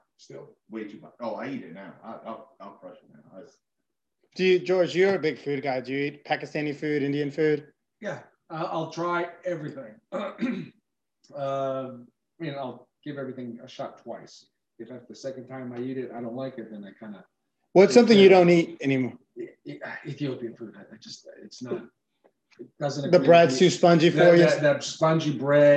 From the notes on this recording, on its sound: Dry Run - Pilot Episode w/bad audio. Sorry about the production had the wrong mic on!